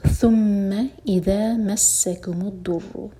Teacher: یہ ہے ثا، اس کو سین کا ساؤنڈ نہیں دینا.